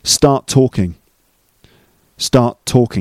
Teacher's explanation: There's only one t sound in the middle. So one of the t sounds has disappeared. They mix together and create just one t sound. · Term: elided